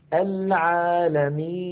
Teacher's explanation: النون في آخر العالمين عند الوقف عليها تسكن، فيصير زمنها مساويا لزمن العالمين، ففيها جريان ضئيل للصوت.